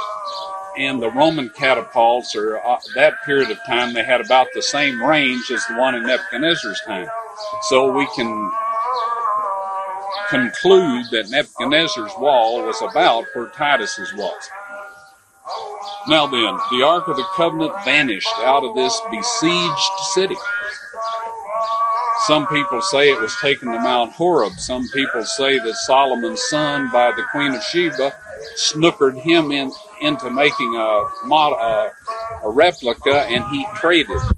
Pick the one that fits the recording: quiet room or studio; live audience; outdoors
outdoors